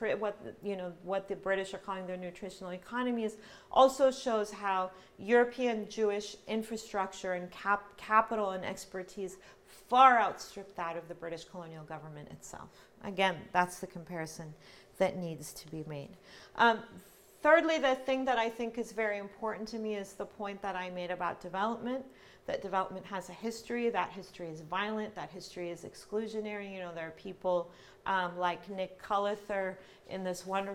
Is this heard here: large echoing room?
yes